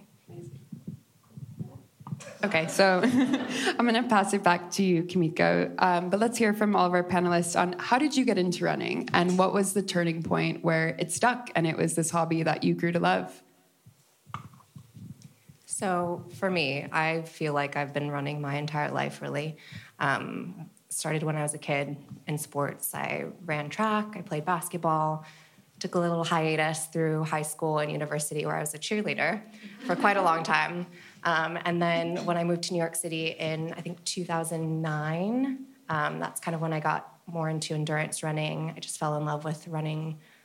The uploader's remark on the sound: This episode features the live recording of an event Pruzan Studios hosted in April 2023